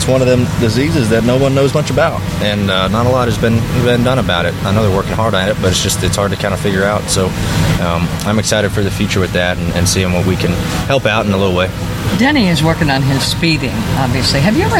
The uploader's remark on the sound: On location at Richmond Raceway. Interviews From Richmond Raceway.